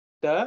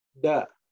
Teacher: you keep the same position where you produce the word ta, but you make it a bit more rounder and softer and a bit more resonant